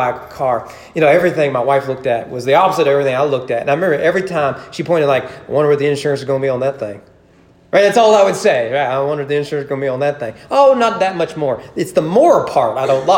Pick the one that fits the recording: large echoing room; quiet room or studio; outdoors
large echoing room